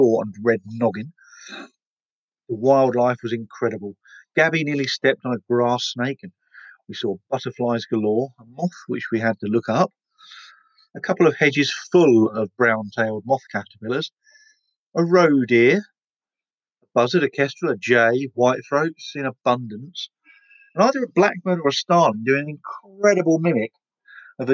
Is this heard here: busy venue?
no